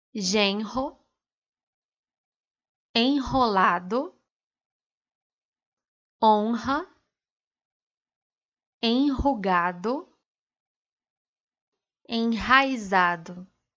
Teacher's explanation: quando o R vem logo após a letra N, o seu som também será forte.